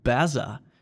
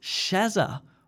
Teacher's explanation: we replace the R sound with a Z sound and add an A.